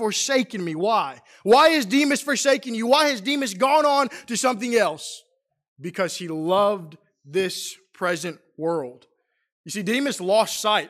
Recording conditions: large echoing room